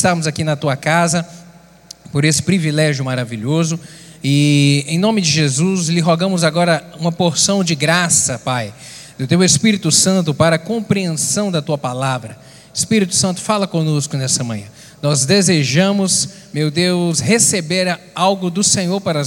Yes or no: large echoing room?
yes